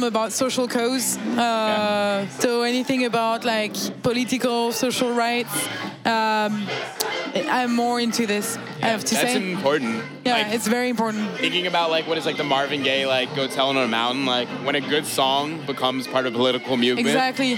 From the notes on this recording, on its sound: Recorded on November 7, 2018 at Kinfolk 90 in Brooklyn, NY. Basslines & Banter is a visual podcast that is recorded live at the party which shares the same name.